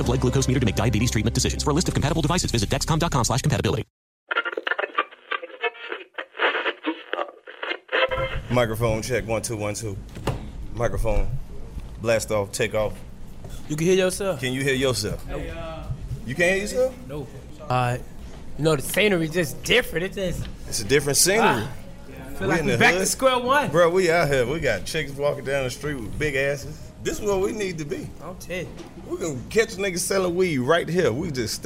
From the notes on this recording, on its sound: out of the studio and live on Edgewood at the God is Dope clothing store